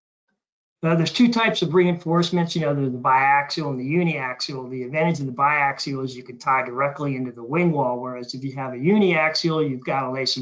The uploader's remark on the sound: This is an audio version of the webinar.